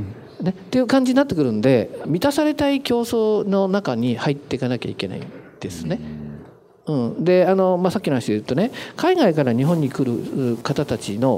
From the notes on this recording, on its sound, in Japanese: 大阪公開収録。